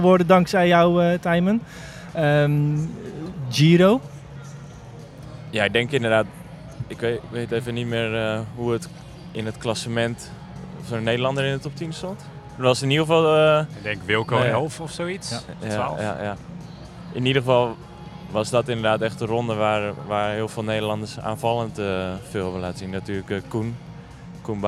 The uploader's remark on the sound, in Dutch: Die laatste twee schuiven ook aan in de WielerFlits Podcast, die live op locatie werd opgenomen.